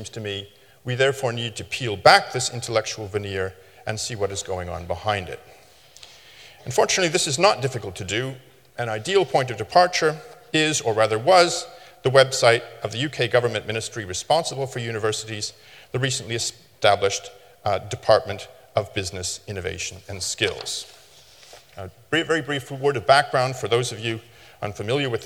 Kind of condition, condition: setting, live audience